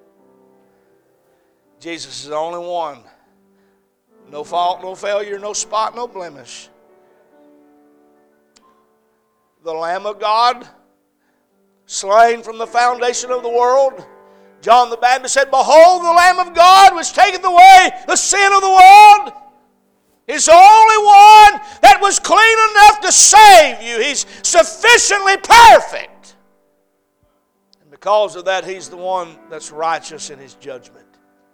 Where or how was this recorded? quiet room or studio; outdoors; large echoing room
large echoing room